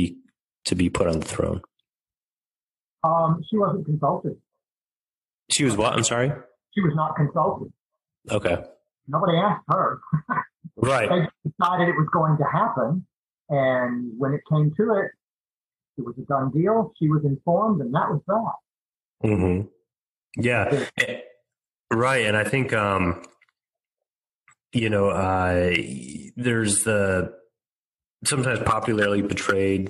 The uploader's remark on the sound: We had some audio issues with the episode. We were able to slightly improve it through an editing software a friend recommended.